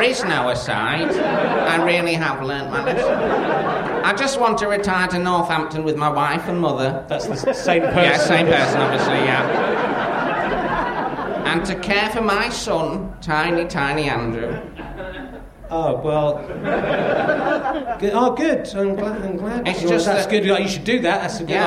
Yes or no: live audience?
yes